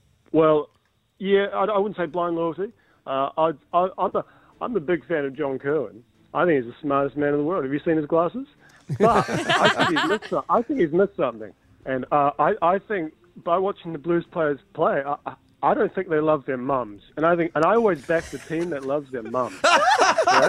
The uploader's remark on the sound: We are joined on the phone by a listener